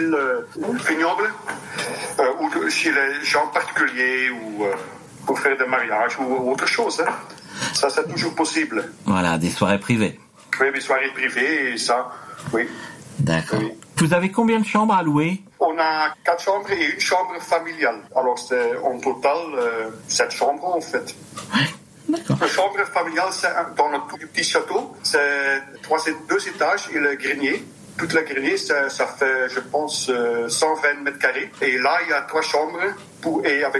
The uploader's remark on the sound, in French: au téléphone